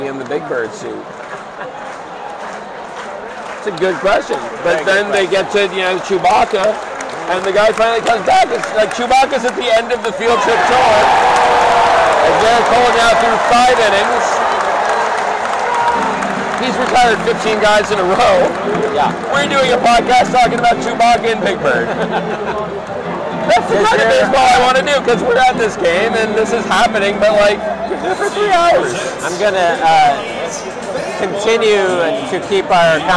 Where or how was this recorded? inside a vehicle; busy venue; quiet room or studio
busy venue